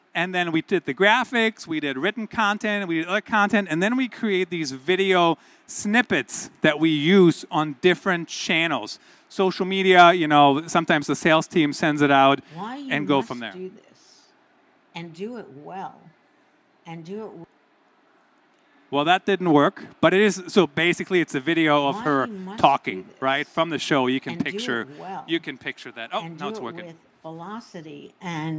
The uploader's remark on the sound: This is the audio from my keynote in Malaga, Spain, at the Digital Enterprise Show 2022.